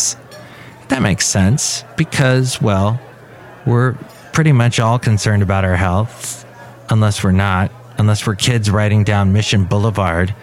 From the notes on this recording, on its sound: podcasts live from Café Anyway